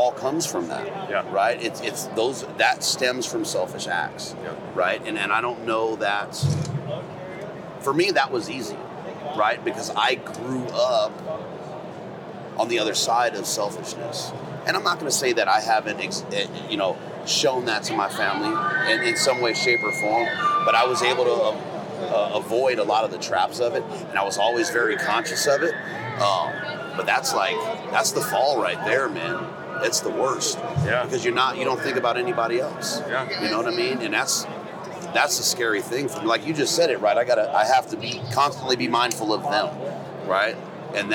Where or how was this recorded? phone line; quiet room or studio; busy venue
busy venue